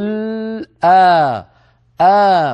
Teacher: فننطق الهمزة المفتوحة ثم نتبعها بصوت الألف